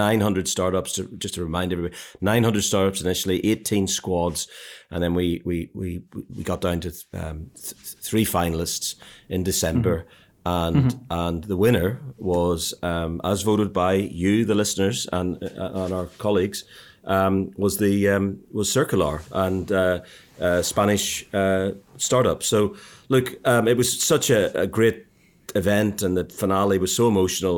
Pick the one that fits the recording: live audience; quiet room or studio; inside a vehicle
quiet room or studio